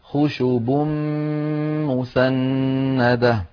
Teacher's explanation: خشب مسندة، خشب آخرها تنوين، خشب مسندة أولها ميم، فقلب التنوين إلى ميم فالتقى في النطق ميمان، فأدغمت الميم الأولى في الميم الثانية فصار خشب مسندة. · Term: الإدغام الكامل